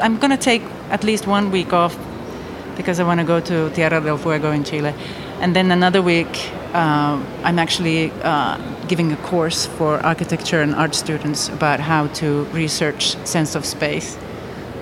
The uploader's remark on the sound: Live from São Paulo Biennial